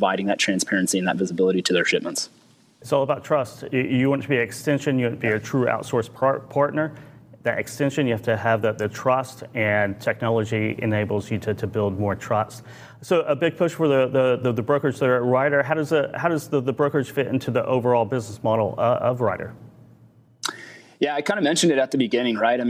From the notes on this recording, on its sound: Live from the Enterprise Fleet Summit with Ryder and Zuum. Live at FreightWaves' Enterprise Fleet Summit.